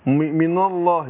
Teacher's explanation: أنا أحرص على ترقيق النون وبعدين بفخم اللام بعدها